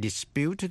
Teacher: dù là danh từ hay động từ đều viết giống nhau, phát âm giống nhau và cùng nhấn vào vần nhì